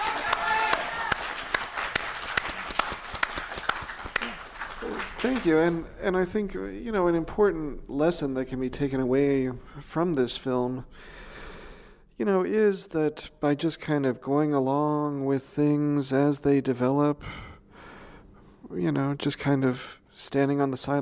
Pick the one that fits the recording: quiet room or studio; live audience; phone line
live audience